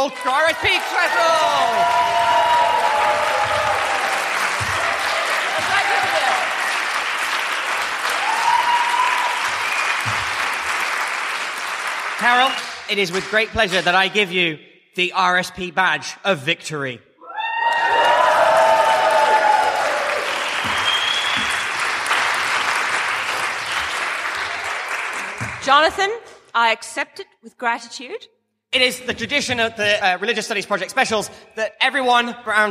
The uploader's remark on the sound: Three microphones. A boisterous studio audience.